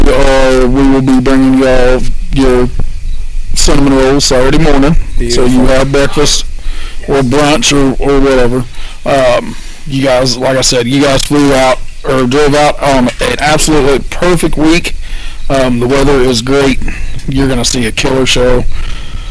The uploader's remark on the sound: Our sound quality isn't great this week due to being outside